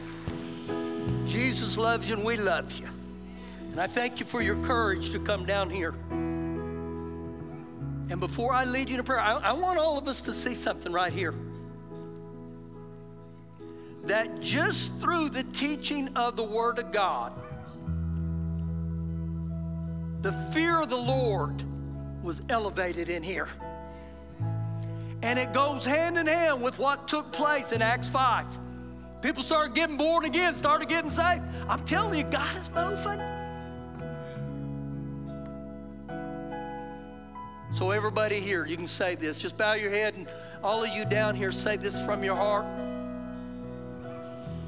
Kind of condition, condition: setting, live audience